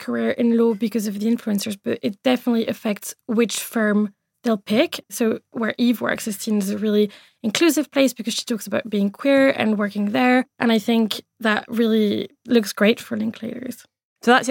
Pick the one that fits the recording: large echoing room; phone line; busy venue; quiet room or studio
quiet room or studio